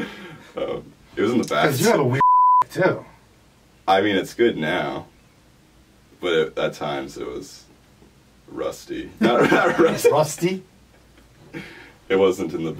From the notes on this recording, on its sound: The Audio is pretty bad on this one, I apologize